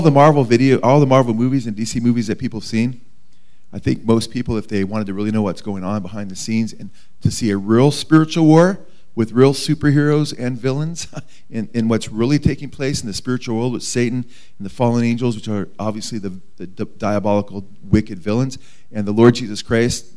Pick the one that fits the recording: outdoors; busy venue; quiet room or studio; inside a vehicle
busy venue